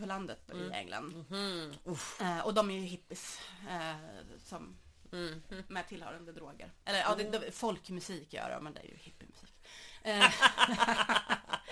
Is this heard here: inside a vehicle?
no